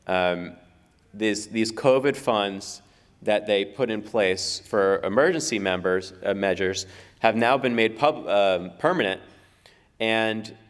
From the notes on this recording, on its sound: speaks at the Ron Paul Institute's Summer 2023 Conference in Houston